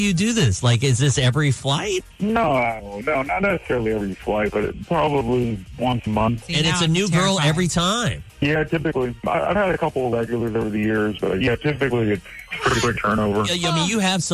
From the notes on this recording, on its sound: called